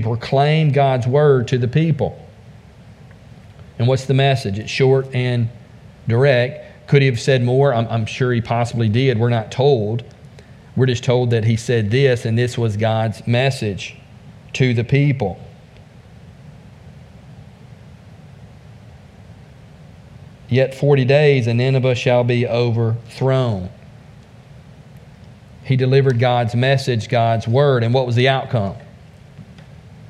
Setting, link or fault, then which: setting, large echoing room